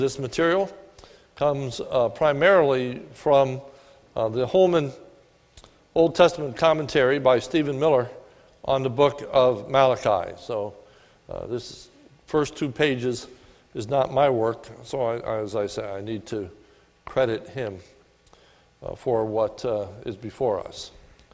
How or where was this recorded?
large echoing room